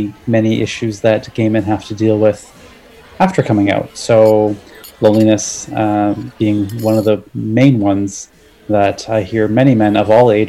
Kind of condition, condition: setting, busy venue